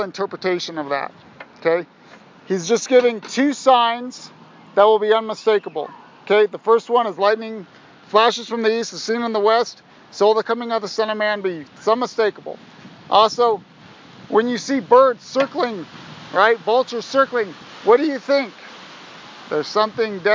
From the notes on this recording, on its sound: Sorry for the wind! I pray your faith is built up in-spite of the noise.